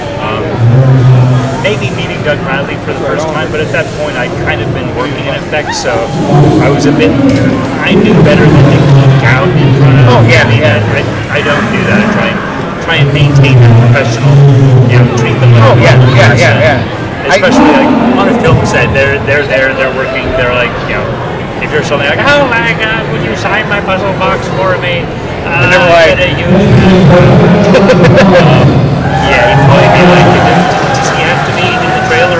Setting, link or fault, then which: setting, busy venue